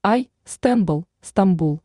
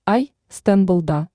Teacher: Слово звучит твердо, на конце – глубокий звук «у». И хвостик подстраивается под эту твердость.